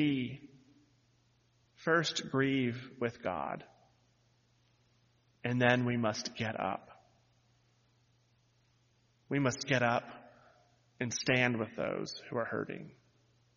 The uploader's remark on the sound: lead worship on New Years Day, January 1, 2023, where he delivered this sermon